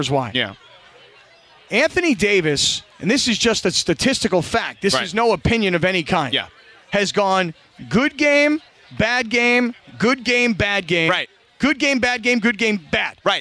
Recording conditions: busy venue